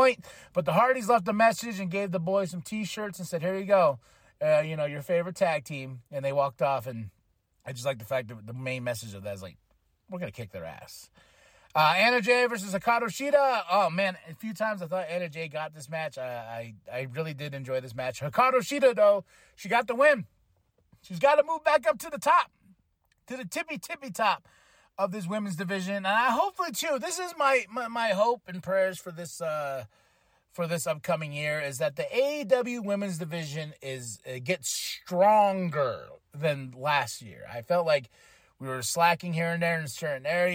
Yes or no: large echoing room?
no